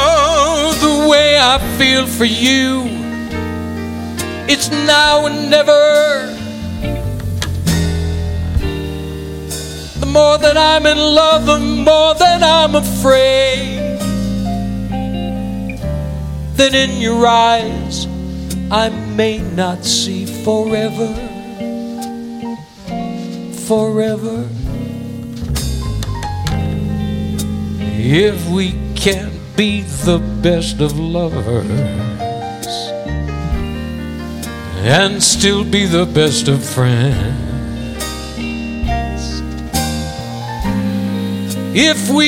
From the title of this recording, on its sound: Live at the Southpoint